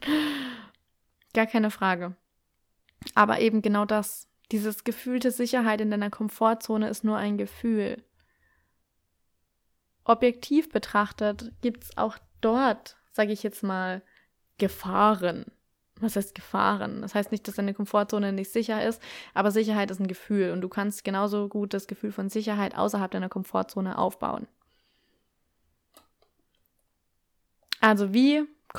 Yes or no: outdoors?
no